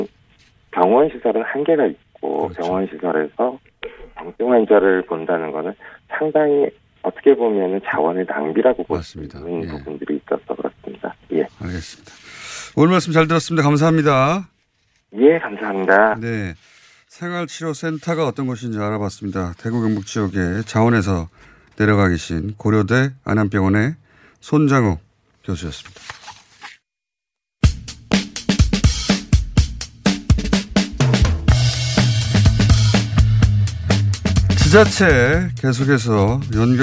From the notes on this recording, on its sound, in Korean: 전화연결